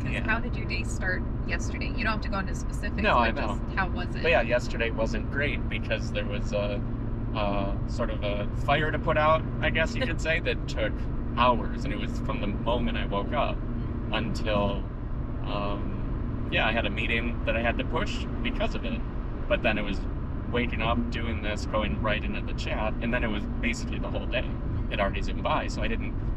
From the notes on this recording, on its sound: This week, we're sticking with our podcast habit by recording from the car. We had an audio snafu, but that won't stop us. Shure SM58 Microphones.